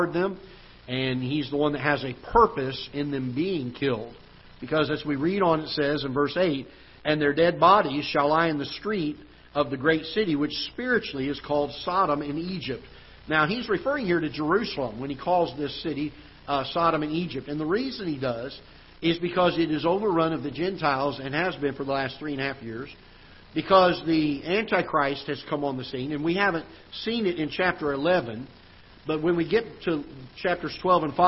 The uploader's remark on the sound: Ketha Heights Baptist Church ~ Live Broadcast